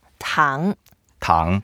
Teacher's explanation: So it's the second tone. We go up.